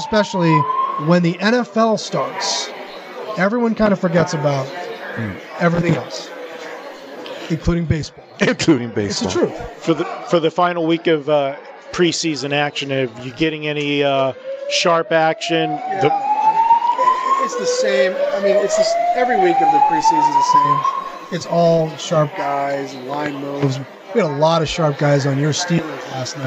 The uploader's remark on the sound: Live from the Super Book at the Westgate Las Vegas